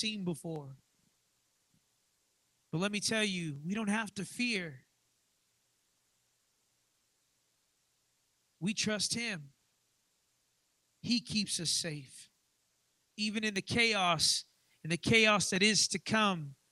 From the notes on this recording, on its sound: live from the Redemption